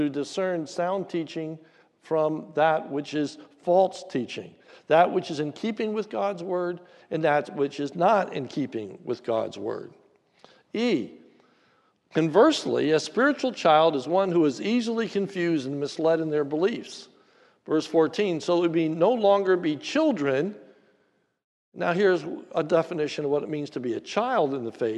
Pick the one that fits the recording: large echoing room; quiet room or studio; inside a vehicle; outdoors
large echoing room